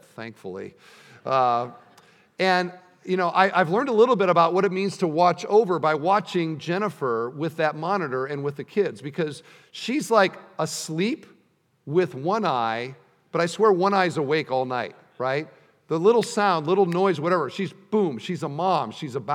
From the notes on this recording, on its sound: at the installation service